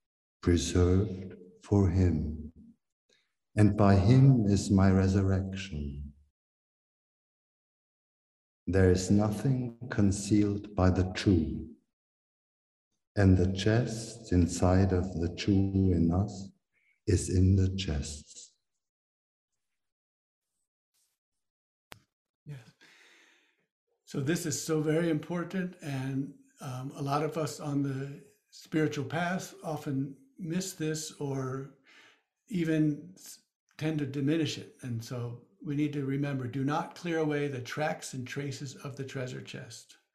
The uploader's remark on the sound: First Friday ZOOM Sessions